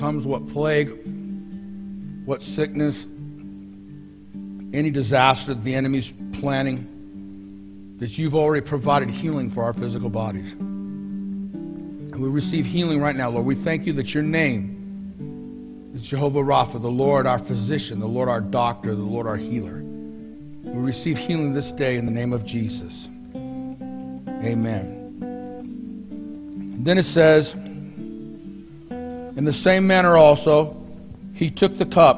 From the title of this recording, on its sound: Mt. Zion Church Live!